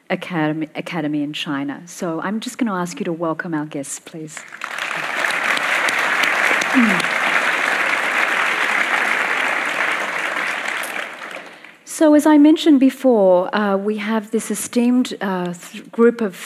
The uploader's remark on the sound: Share a panel at the Getty Center.